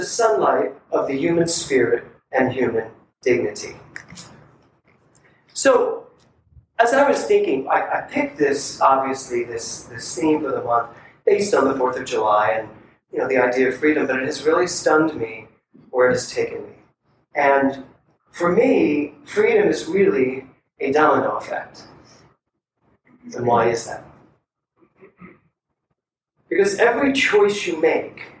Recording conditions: poor sound quality